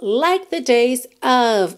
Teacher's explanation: Que é O-F, mas a pronúncia é A-V, né? Não é um O mesmo, é um A-A, aquele som mais bobo